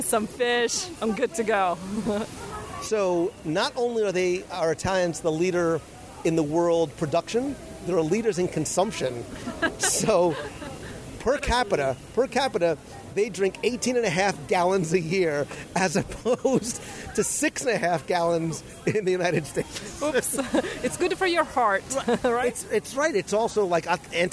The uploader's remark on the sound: For this episode, I was joined by a friend from Italy who helps to compare and contrast the pavilion with the country. Recorded live as we wandered through the pavilion.